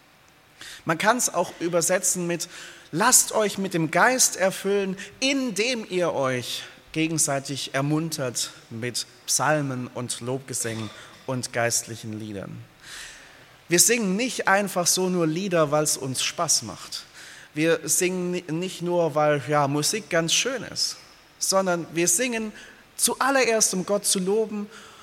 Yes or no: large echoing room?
yes